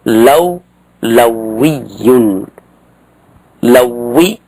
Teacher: أن هذه الواو الثانية هي ستكون متحركة لمناسبة ياء النسب بعدها فتدغم الواو الأولى الساكنة في الواو الثانية المكسورة · Term: الإدغام